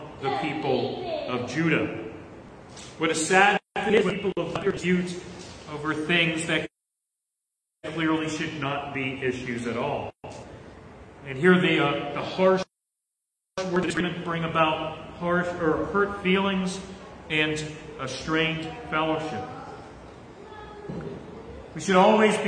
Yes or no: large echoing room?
yes